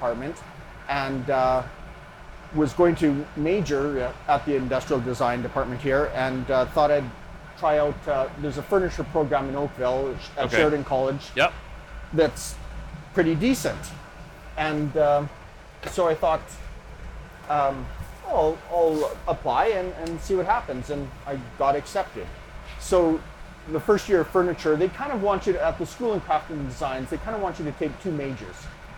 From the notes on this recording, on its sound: Invited me into his studio to talk while he worked. As you might notice, there are sounds of a camera in the background.